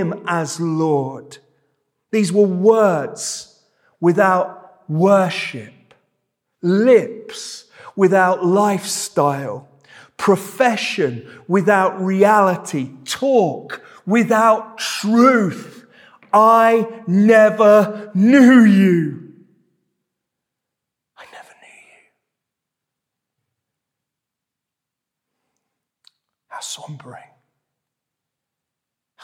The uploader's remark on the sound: This sermon was preached at Welcome Baptist Church on Sunday 2nd July 2023.